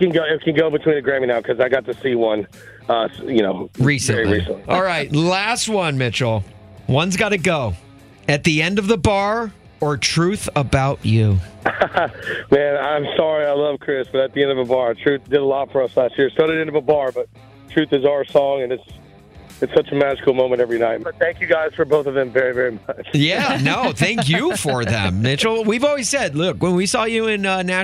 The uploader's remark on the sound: Called in to play a round of One's Gotta Go before his round of golf!